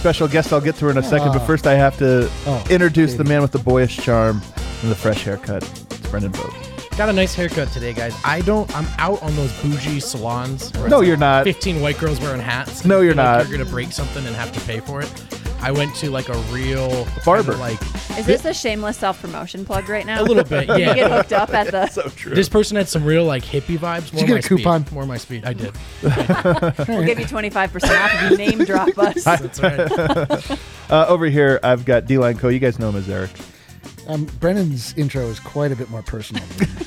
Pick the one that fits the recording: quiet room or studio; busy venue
busy venue